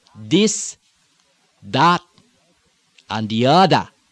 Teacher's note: The TH, especially again in the islands, is going to become a D when it's a voiced TH. This, that, the other, becoming this, that, and the other.